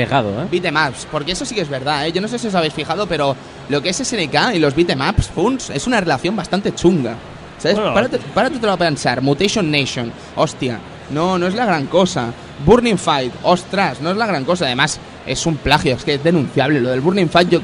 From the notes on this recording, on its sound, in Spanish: Probamos el sonido del stand del Salon del Manga